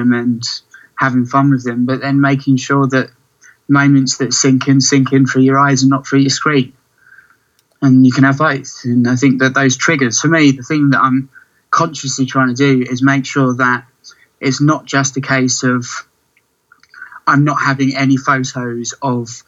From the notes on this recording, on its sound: Over Skype.